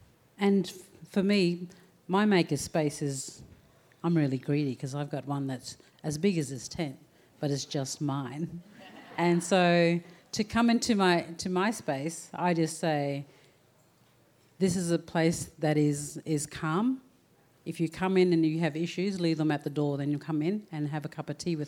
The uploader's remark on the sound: Recorded before a live audience at the Art Gallery of South Australia. During the opening weekend of Tarnanthi 2021.